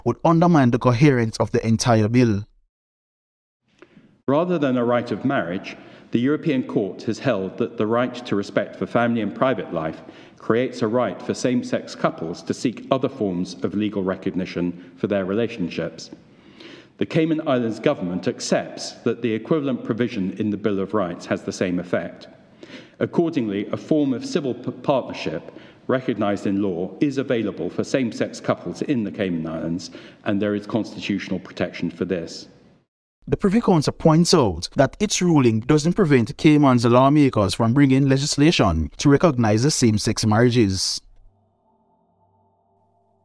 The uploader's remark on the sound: Live at Medgar Evans College , Brooklyn. CARIBBEAN INSIGHT TELEVISION (CITV).